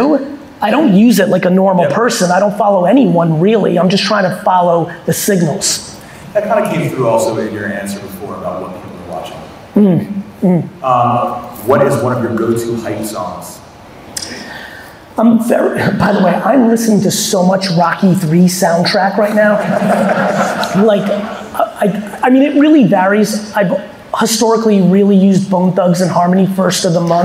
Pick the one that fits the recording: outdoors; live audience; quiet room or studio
live audience